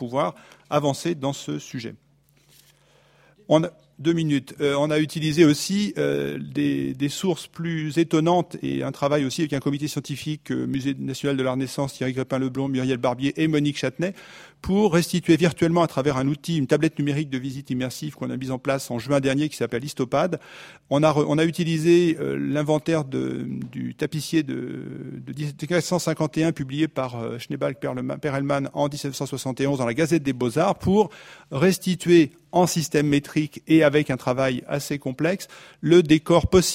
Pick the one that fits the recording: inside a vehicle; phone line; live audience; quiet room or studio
live audience